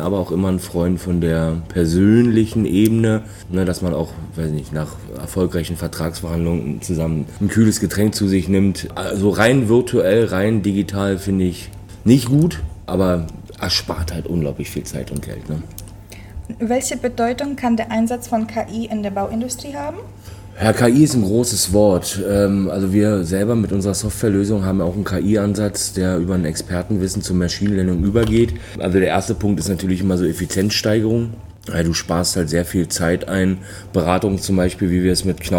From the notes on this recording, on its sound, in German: Hören Sie unseren Live-Bericht von der Start up Stage 2023. NordBau 2023. Hören Sie unseren Live-Bericht von der Start up Stage 2023.